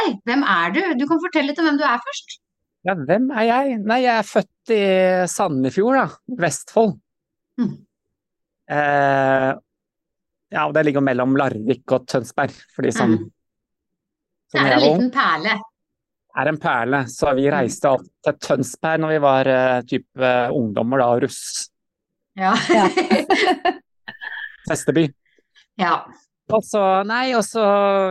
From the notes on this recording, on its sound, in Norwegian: på Zoom, rett fra sola i Arizona